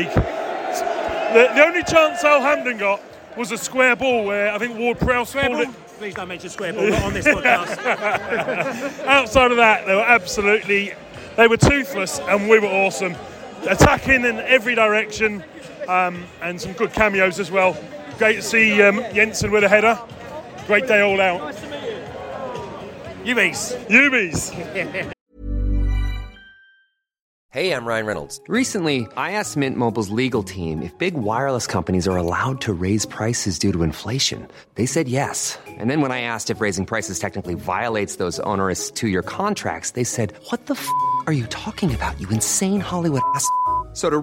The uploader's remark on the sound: post-match podcast from the stands